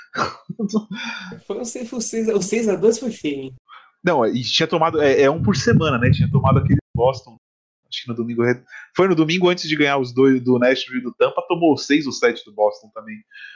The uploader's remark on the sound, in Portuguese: Pedimos desculpas pelas falhas no áudio, infelizmente não houve tempo hábil para regravar.